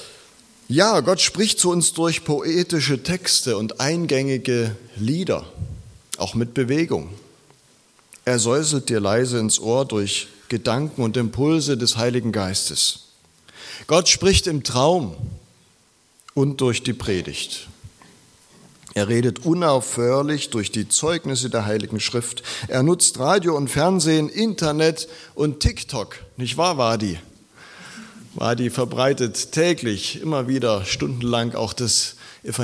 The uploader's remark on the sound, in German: Predigt aus der LKG Rostock